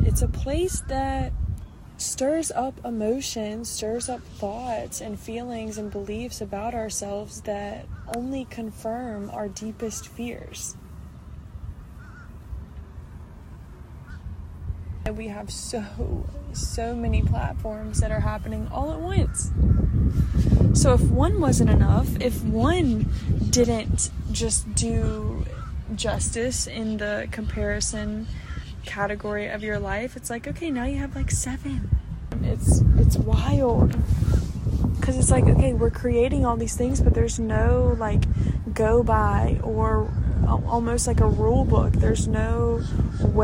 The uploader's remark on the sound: I recorded this episode at a park which was the cutest thing ever. You may hear little ones playing in the background.